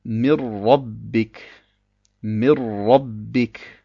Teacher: Wir sagen nicht Min Rabbik, sondern verschmelzen das Nun in das Ra. Das Ra erhält eine Shadda und das Nun verschwindet.